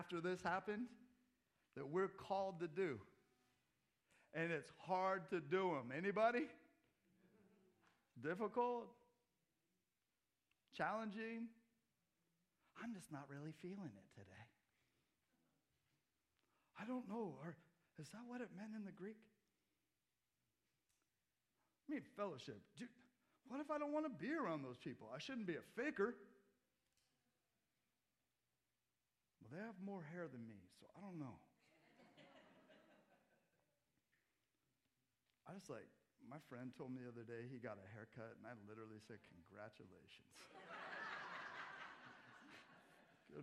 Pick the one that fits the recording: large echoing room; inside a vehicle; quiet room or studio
large echoing room